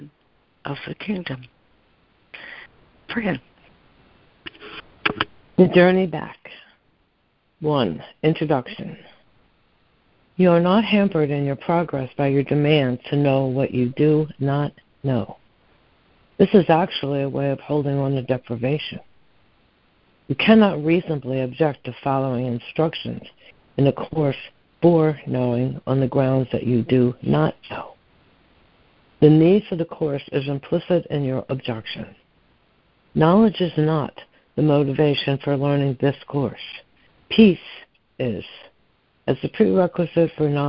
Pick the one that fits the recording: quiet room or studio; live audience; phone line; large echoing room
phone line